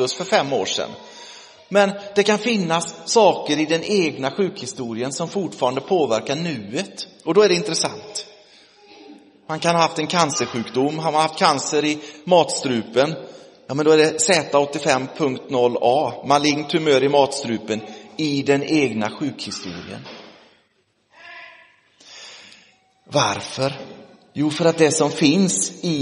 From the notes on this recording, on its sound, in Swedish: Inspelad i Roseniuskyrkan den 22 oktober 2023